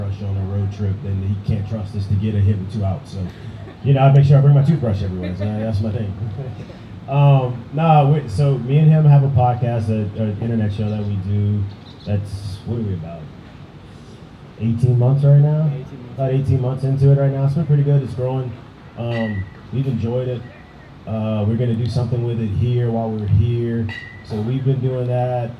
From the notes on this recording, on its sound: LIVE from Omaha. Live from the College World Series Fan Fest in Omaha. Forgive the audio quality dip toward the end of the interview.